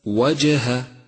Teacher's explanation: لاحظ صفة القلقلة لحرف الجيم في كلمة وجه. وجه، وقد لونت بالأزرق الفاتح إشارة لصفة القلقلة، وهي في هذا الموضع قلقلة صغرى لأنها جاءت في وسط الكلمة، وحروف القلقلة يجمعها قولك قطب جد.